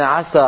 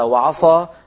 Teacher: كل الفرق بين عسى وعصى تفخيم السين أو ترقيق الصاد